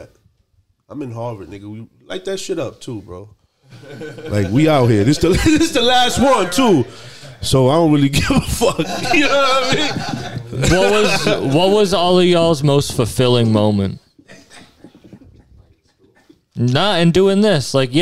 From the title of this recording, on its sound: Live At Harvard